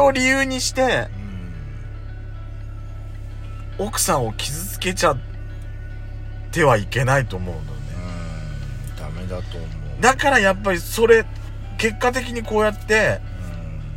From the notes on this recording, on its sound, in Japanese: パーキング収録